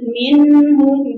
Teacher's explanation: بقول مين بدون مبالغة، مش مين، ما بقولهاش فيها ياء، بقول منهم.